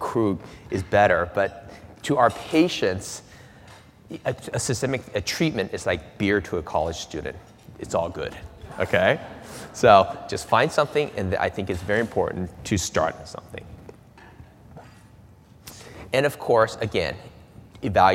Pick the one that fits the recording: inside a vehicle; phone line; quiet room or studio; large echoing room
large echoing room